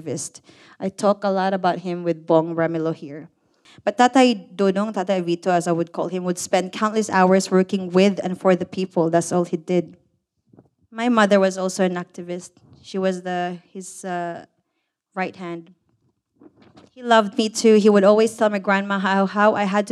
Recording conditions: live audience